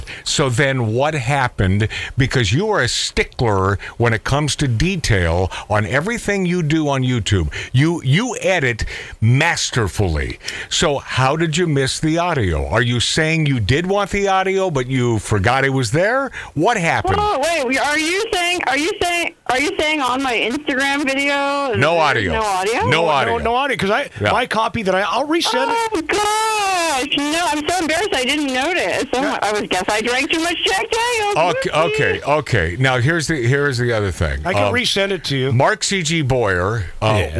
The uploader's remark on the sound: The Phone call from Death Valley